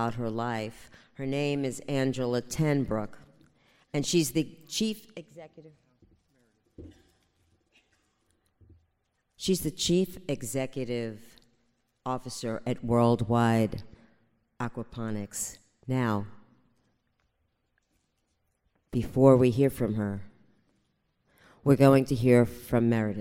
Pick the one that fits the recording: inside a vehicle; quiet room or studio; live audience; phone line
live audience